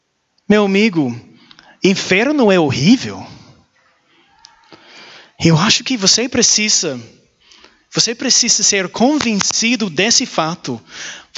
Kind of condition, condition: setting, large echoing room